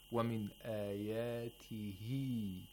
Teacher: وَمِنْ آيَاتِهِ the ha, even though originally it has a kasra, but it is not pronounced like a kasra. We double the sound of the kasra. We make it a long vowel. · Term: ishba' of ha'ud damir